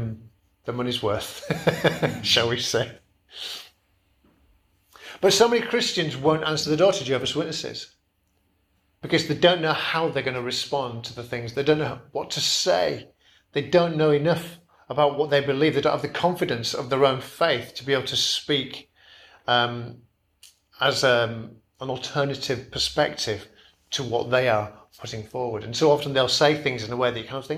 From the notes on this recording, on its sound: Preached at Kirkby Stephen Evangelical Church